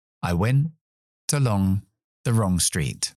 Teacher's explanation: Fíjate cómo conecto la T con along.